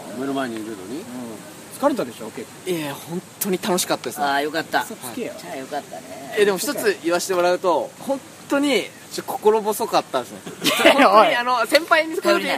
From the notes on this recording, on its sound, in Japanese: 撮影ため高尾山での収録。蝉しぐれに包まれた味のあるトークをご堪能ください。